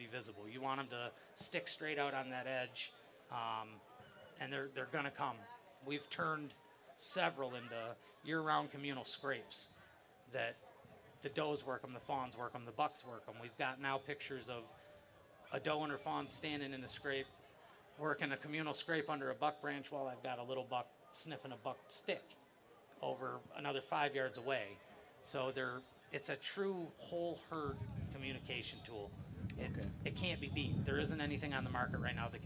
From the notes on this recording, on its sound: Woodsnwater Outdoor Weekend 2019 LIVE. Join the BHP Podcast LIVE at the 33rd Woods N Water outdoor weekend.